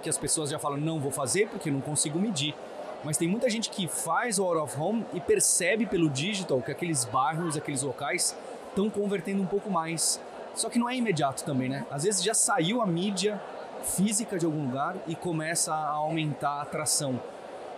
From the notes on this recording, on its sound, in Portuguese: Esse foi o assunto de mais uma edição especial do Mídia Market Podcast no Startup Summit. No Startup Summit 2023.